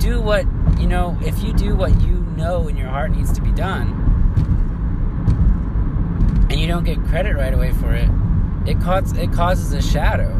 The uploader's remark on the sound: I've recorded some night vibes along with my car sounds.